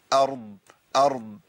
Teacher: الضاد عندنا رخوة فيها صوت بيجري